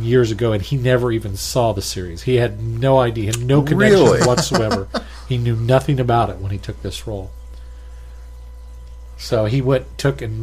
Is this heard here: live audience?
no